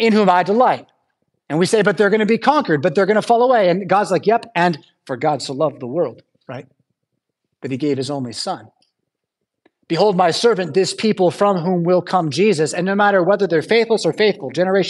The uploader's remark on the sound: Preached at St Paul Lutheran Church , Rockford, Illinois on January 7th, 2023.